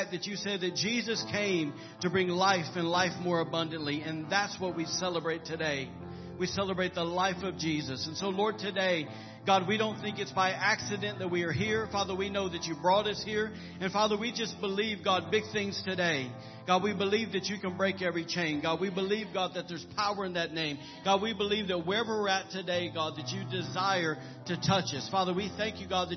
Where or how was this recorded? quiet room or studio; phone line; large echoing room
large echoing room